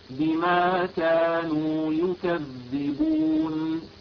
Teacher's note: هذه النون لها زمن معين، أقل من حروف الرخوة وأطول قليلا من الحروف الشديدة